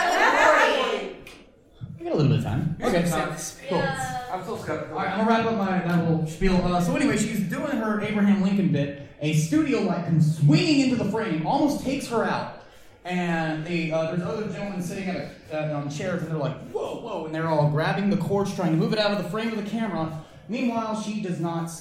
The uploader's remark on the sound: Wild Wild West Con 11 Panel. 11pm Saturday night in Ballroom H.